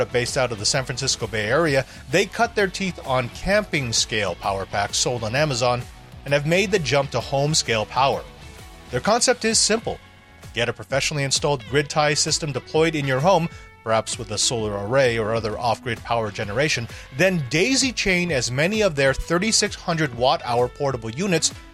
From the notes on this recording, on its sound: Reports live from CES 2024. The massive electronics and technology trade show.